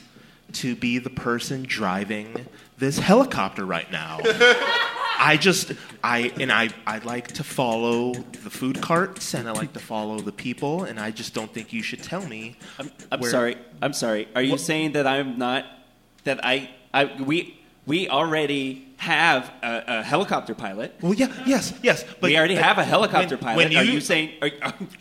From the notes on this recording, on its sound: Real life sounds from the Portland City Council inspires improv on stage at Curious Comedy Theater.